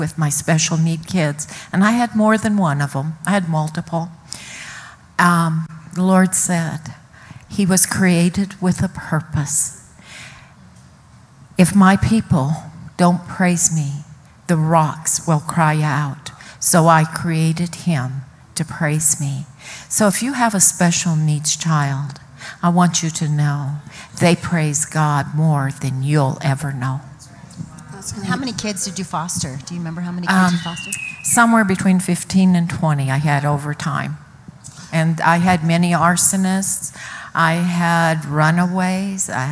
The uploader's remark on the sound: Some of our incredible pastors took the stage this Sunday in our Mother’s Day panel.